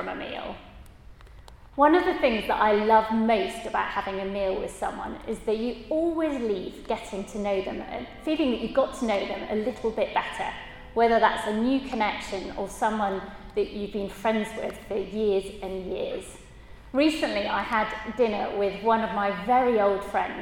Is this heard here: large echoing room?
yes